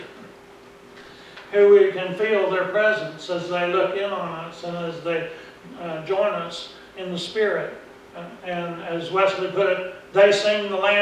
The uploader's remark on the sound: Preached at Briensburg UMC on November 3, 2019